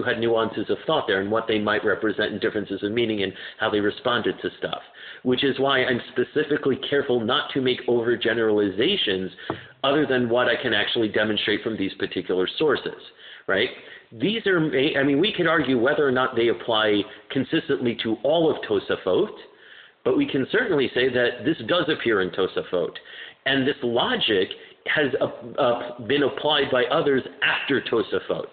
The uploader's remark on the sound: My apologies for the poor audio quality; the batteries in my recorder ran out so I used my cell phone to record.